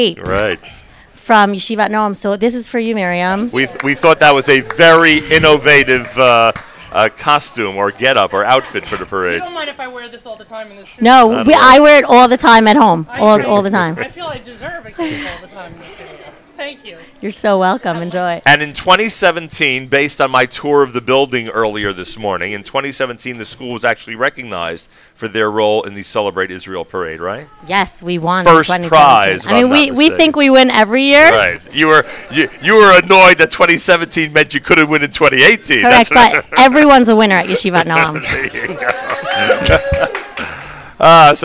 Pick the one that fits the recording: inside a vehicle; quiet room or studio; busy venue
busy venue